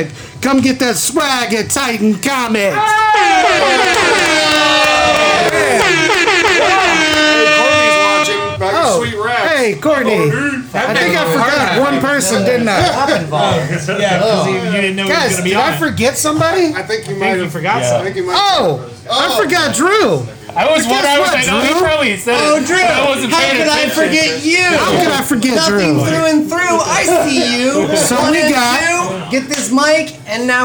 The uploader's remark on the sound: In beautiful downtown Bradenton. We got the largest draft group together in Drat Pod history with 6 active drafters and we did it all LIVE inside Tytan Comics.